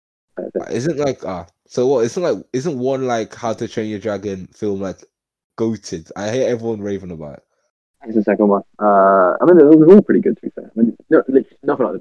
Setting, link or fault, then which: fault, poor sound quality